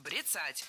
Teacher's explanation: Это слово «бряцать», потому что правильно говорить «брецать». Ударение в этом слове ставим на второй слог.